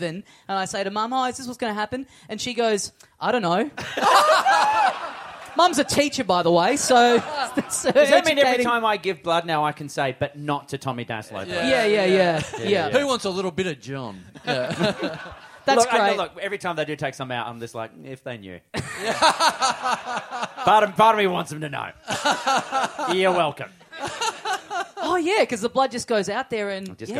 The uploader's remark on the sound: We're back LIVE in Melbourne